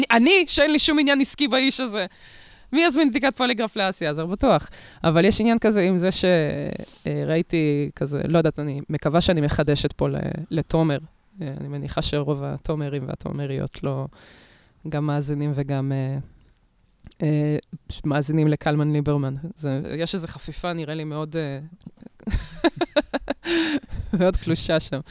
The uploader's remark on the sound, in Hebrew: לכבוד המאורע, הפרק הוקלט בחוץ.